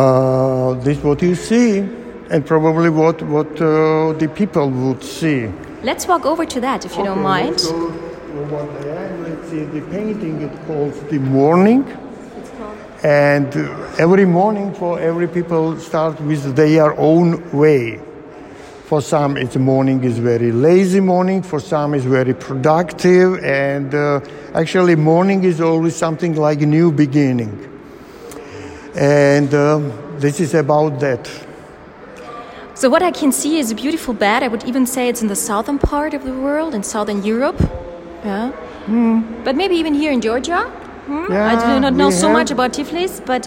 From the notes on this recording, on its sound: while walking through his current solo exhibition